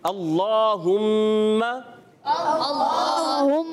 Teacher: یہ پر ہو جائے گا، موٹا کر کے پڑھیں گے اللہم، اور کھڑا زبر ہے ایک الف کھینچنا بھی ہے